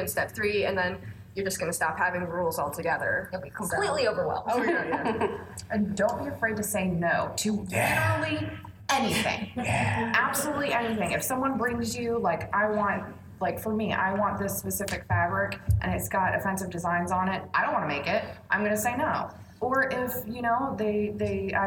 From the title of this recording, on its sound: PAX Unplugged Panel